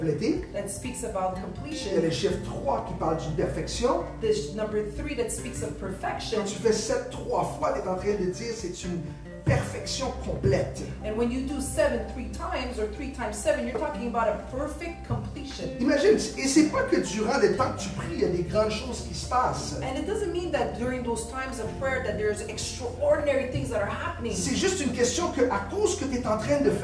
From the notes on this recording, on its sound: Sunday morning live at the Hub